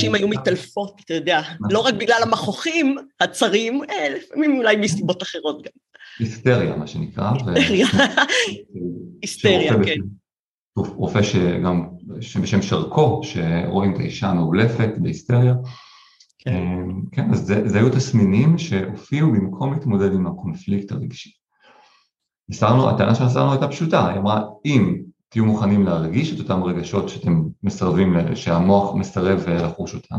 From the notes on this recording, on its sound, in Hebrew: הראיון הוקלט במסגרת לייב זום בפייסבוק ועבר עריכה לפורמט הפודקאסט.